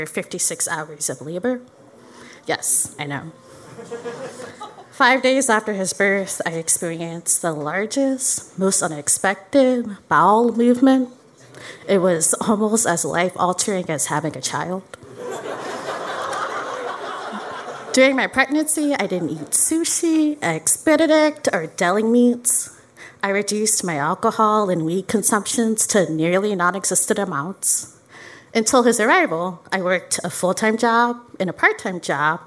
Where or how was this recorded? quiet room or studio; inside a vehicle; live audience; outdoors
live audience